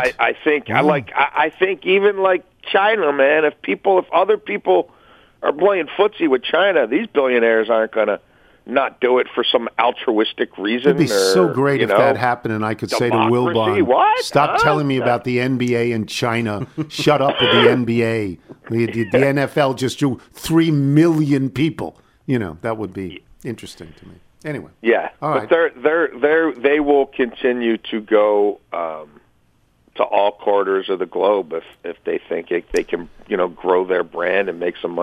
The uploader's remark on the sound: Phones. Call in with their weekend picks.